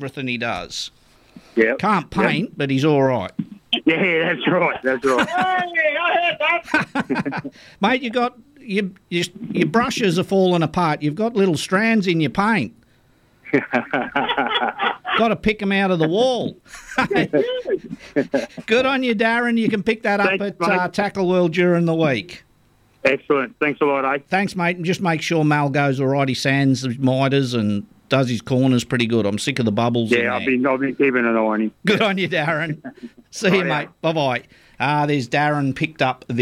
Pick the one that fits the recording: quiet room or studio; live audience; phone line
phone line